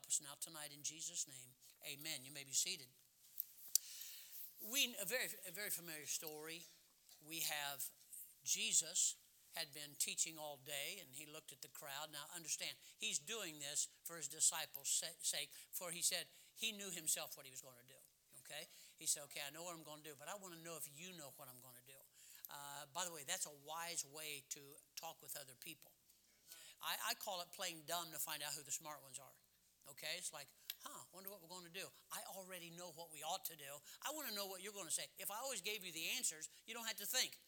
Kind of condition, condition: setting, large echoing room